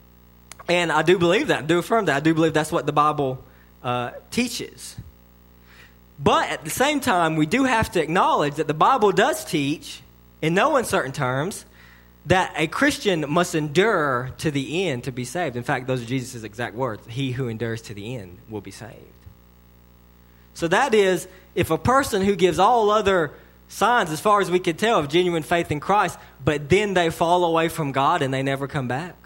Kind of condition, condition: setting, large echoing room